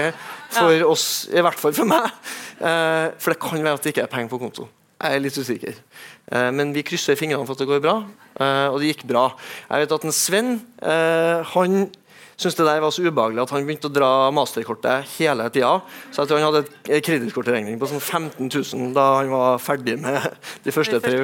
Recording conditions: live audience